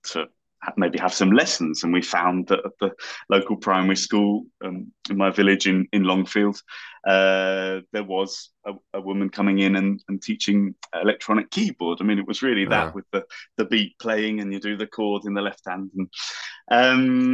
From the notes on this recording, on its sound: This interview was recorded on 13th September 2023 via Zoom.